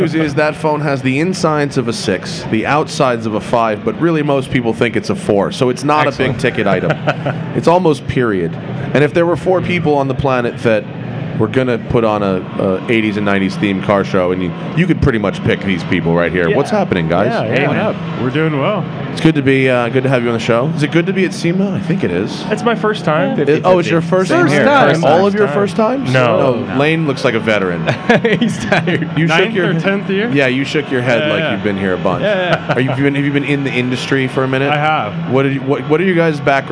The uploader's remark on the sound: Recorded live from the show floor at SEMA, this episode covers a lot of ground.